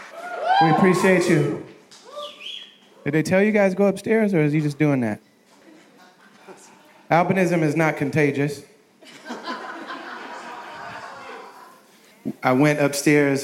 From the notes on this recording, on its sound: Live in Minneapolis. This week’s episode is a live recording. VIP Q&A sessions in Minneapolis.